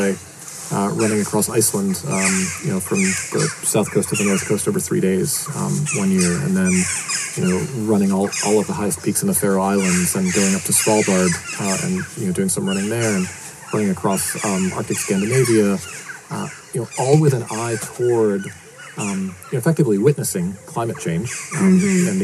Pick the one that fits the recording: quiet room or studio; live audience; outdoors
outdoors